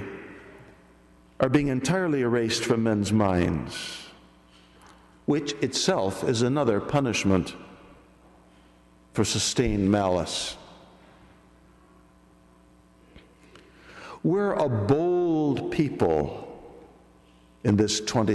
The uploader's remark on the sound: This audio is made by a lay person at Assumption Grotto Church with permission of the pastor.